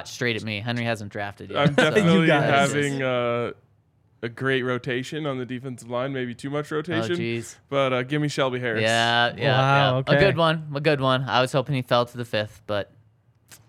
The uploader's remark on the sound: coming to you LIVE from the DNVR Bar